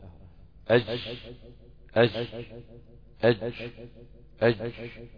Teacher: وسط اللسان مع ما يقابله من وسط الحنك الأعلى بص تحت الجيم شوف رأس اللسان أهو في الأمام خالصة أهو · Term: حرف الجيم